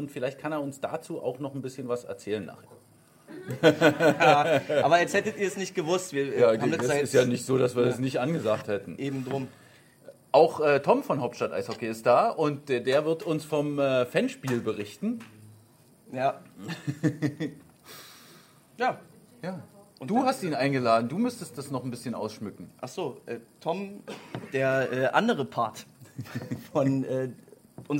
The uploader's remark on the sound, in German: Der Live-Livepodcast. Es hatten sich auch ein paar Zuschauer, pardon, Live-Livezuhörer im Pressekonferenzraum der Mercedes-Benz Arena versammelt.